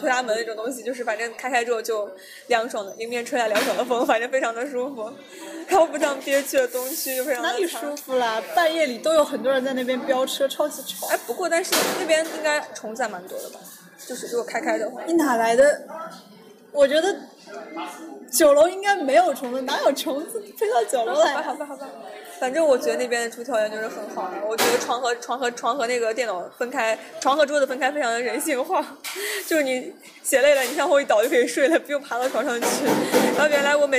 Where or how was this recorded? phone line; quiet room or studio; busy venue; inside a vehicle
busy venue